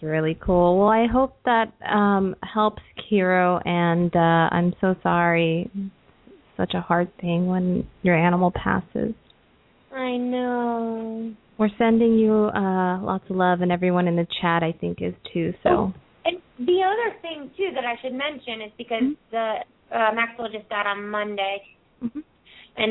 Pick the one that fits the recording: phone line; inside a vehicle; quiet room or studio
phone line